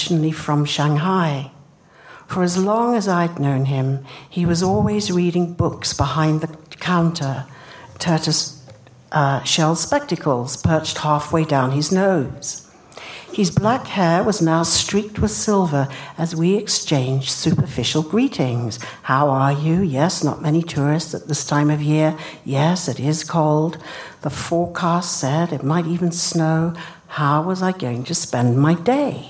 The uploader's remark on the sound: Recorded at the Lensic Theater in Santa Fe, New Mexico.